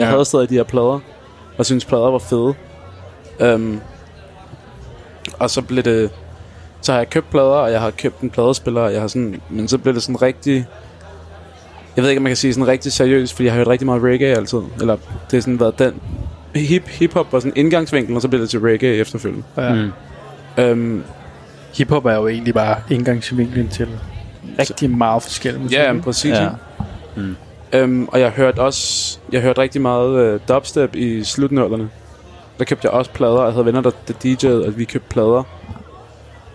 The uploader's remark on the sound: Live fra den hemmelige jazzklub